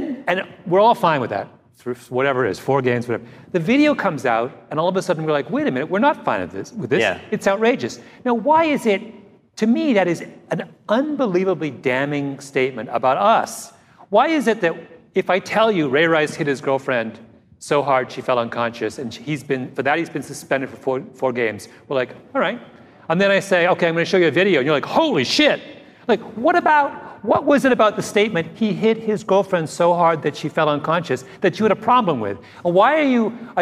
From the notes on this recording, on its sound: Live From NYC's Advertising Week. Host a live podcast event for NYC's Advertising Week.